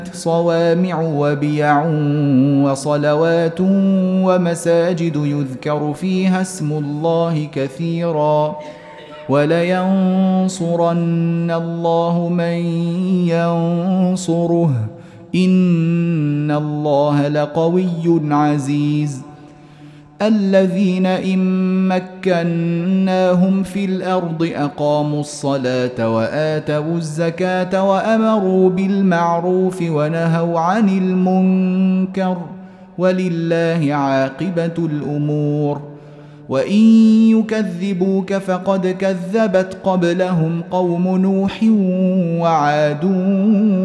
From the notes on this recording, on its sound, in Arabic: مسجل من صلاة التراويح بمسجد السلام بحي مشرفة بجدة.